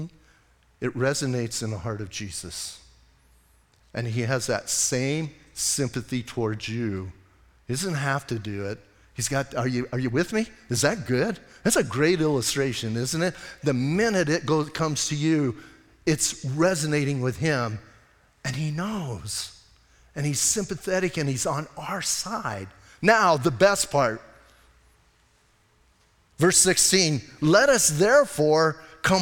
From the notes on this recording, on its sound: Audio messages from Calvary Chapel in Sierra Vista